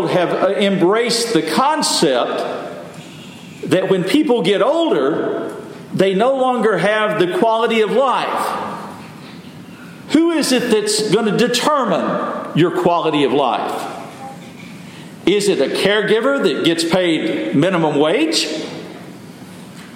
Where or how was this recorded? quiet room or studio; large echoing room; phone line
large echoing room